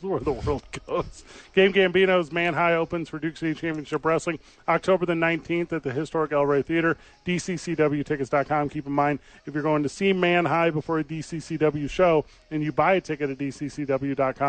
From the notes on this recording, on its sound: live from ABQ AXE